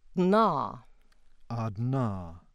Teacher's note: We hear nasal release in the sequence dna